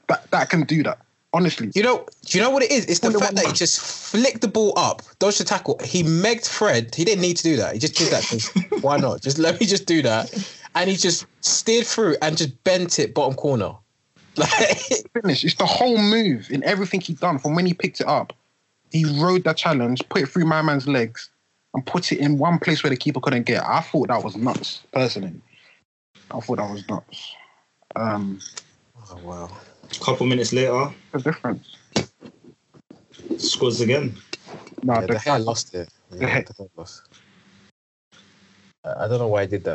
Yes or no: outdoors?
no